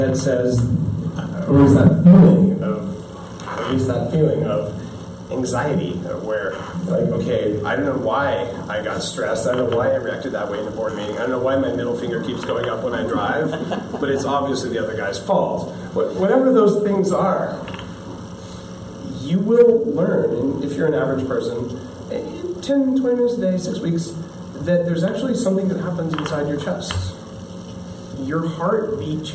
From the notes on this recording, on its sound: This special episode of Bulletproof Radio is a recording of a speech. At the World Entrepreneur Forum in Bear Mountain, Canada. To a group of over 100 of the world's hungriest entrepreneurs.